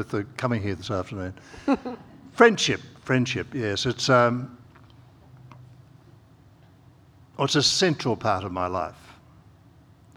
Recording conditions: live audience